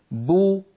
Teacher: فإن كانت الباء مضمومة، خرجت الباء المضمومة بالتباعد بين الشفتين، وصاحب ذلك انضمام للشفتين بو. إذن هناك مصاحبة.